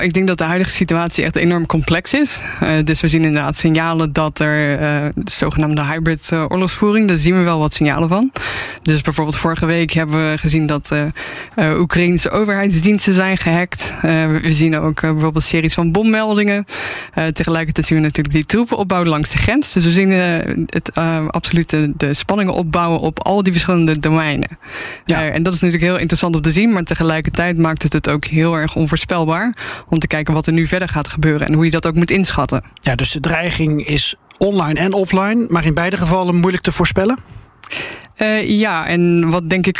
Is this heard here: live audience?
no